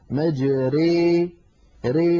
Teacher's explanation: هي النطق بالألف الممالة بين الألف والياء الصحيحتين · Term: الإمالة